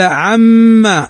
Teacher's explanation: ميم مشددة تغم بمقدار حركتين